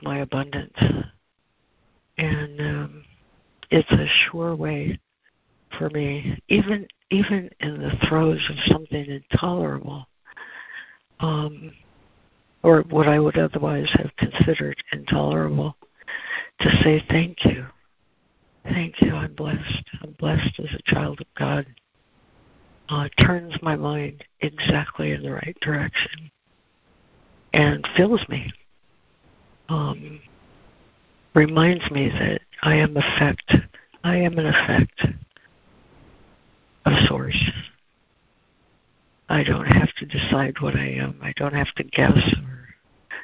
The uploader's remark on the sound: ACIM Daily Conference Call